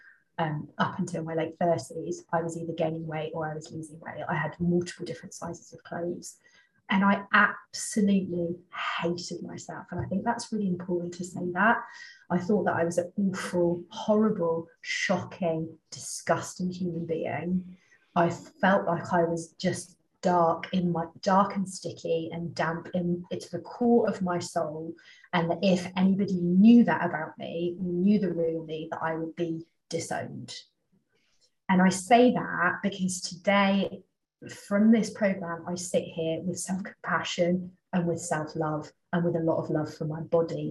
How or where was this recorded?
video call